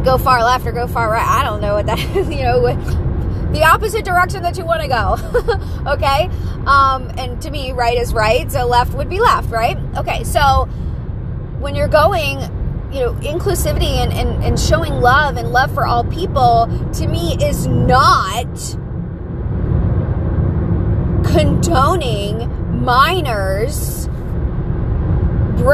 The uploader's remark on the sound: Pep talk in the car.